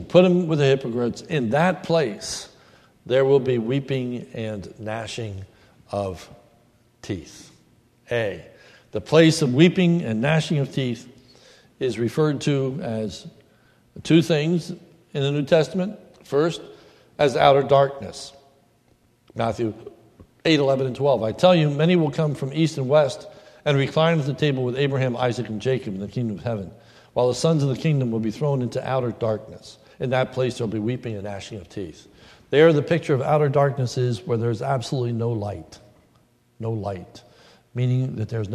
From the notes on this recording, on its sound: This is a sermon recorded at the Lebanon Bible Fellowship Church in Lebanon, PA on 7/03/2016.